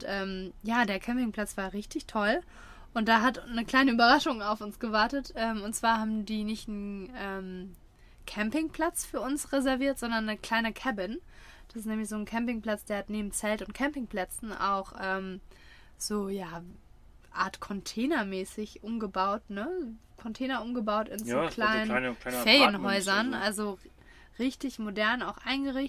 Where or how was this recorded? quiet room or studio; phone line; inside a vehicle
inside a vehicle